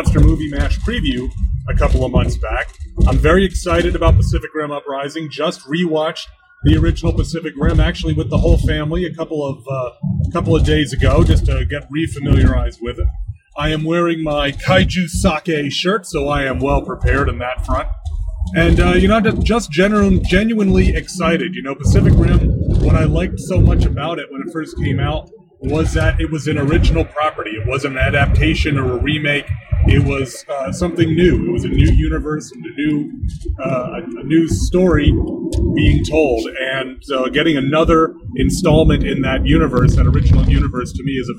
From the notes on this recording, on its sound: The audio is not up to my normal standards since I was recording in the mobile studio.